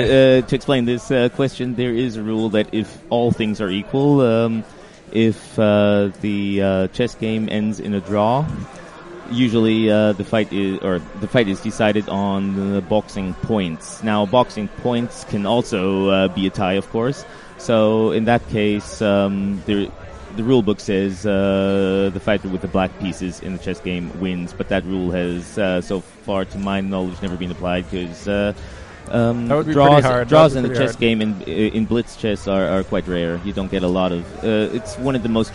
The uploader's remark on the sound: Live from Berlin. For the very first time we could present you a live-sports event in English.